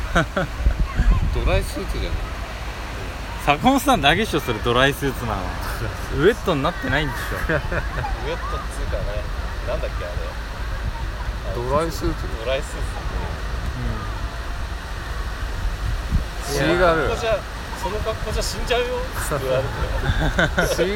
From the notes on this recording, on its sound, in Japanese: 栃木ナンバーで大洗に行く勇気。波打ち際ですので、音質は悪いと思います。